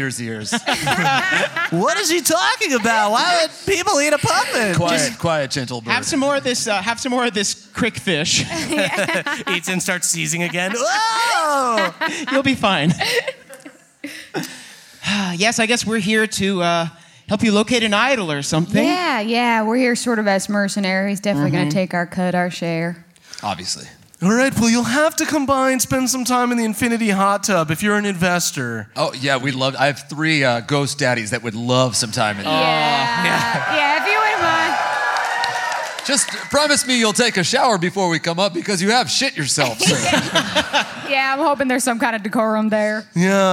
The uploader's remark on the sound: NADDPOD Live in Manchester